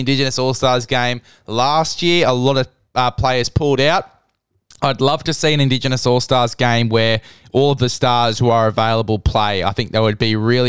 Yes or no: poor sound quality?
no